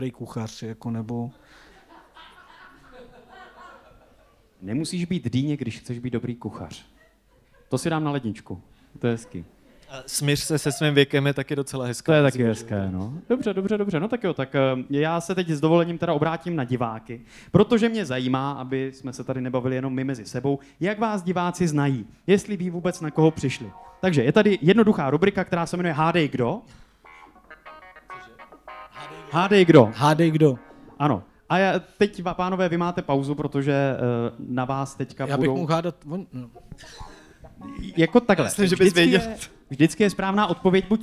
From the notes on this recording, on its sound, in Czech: V tomto případě prolínání hostů, žánrů, hlediště a jeviště. Pořad postavený na unikátní kombinaci dvojic a jedinečné interakci s publikem. Namícháme vám živou show, hosty i drink na míru!